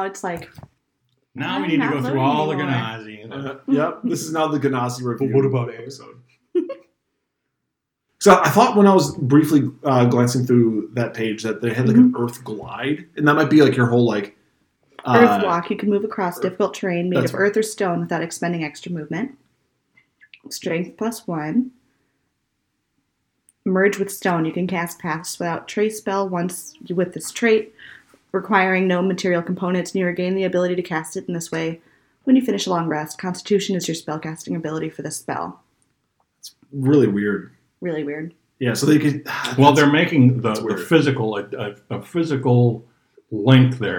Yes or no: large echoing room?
no